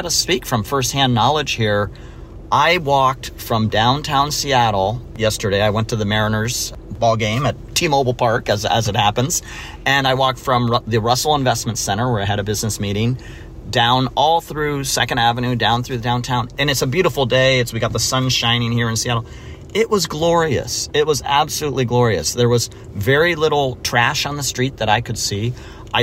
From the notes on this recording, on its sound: Make the most of their time in a clogged parking garage. We take an impromptu driving tour of Amazon HQ.